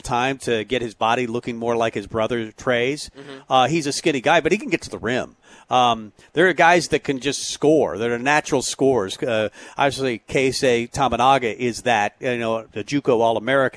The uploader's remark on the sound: Tailgate Tuesday live from Chick-Fil-A